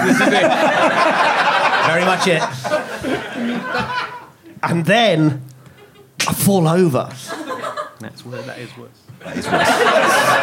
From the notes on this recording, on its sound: recorded live at The Phoenix in Cavendish Square